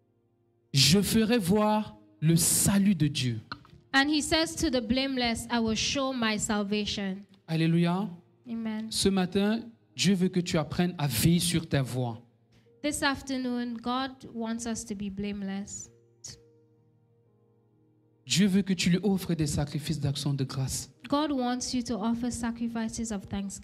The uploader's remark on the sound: Preached during Joyful Hour Sunday Service